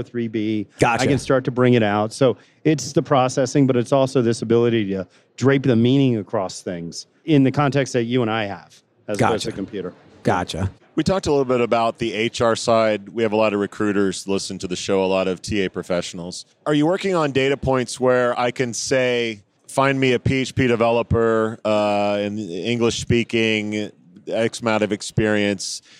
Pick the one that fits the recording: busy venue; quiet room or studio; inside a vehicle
busy venue